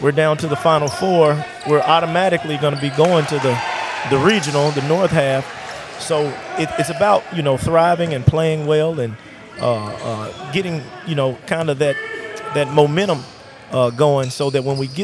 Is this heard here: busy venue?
yes